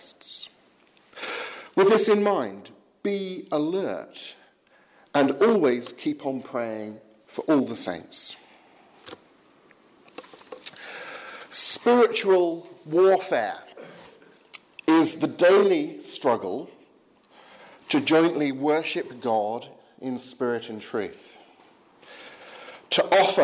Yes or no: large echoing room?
yes